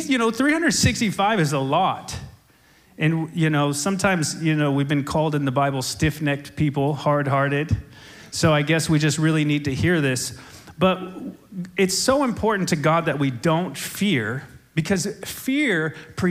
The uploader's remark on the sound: SOZO Church, Belfair Washington.